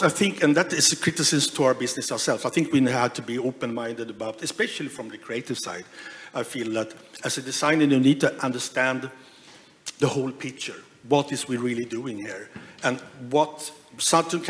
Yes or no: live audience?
yes